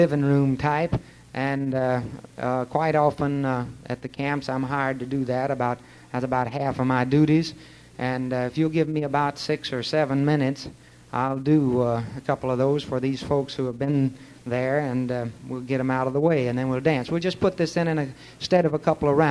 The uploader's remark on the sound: Vintage MWSD Live Dance Recording